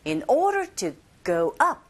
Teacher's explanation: In order to go up, 자, 동사, 부사 같이 나왔죠. up에 조금 더 힘을 주셔서 어조가 올라가게 되죠.